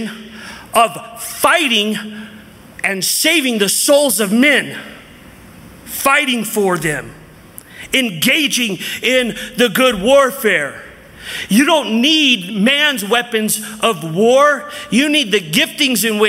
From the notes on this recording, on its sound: from the 2023 Southwest Men's Conference